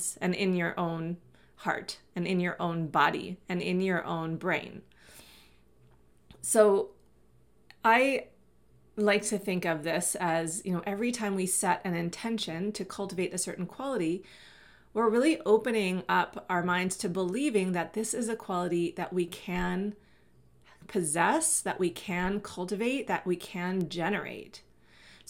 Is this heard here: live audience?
no